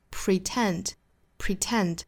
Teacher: 前面是 pre,后面是 tent,pretend, pretend,重读在后面